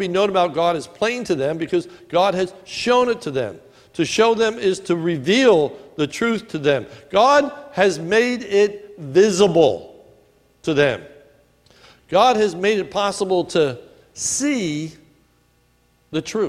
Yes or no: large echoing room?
yes